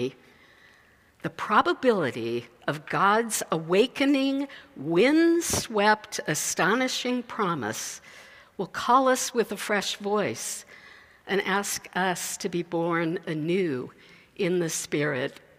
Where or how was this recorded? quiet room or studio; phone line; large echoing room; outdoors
large echoing room